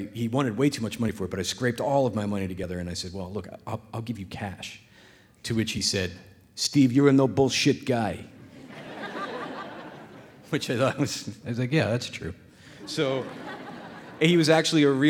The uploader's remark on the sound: The Moth Radio Hour: Live in Boston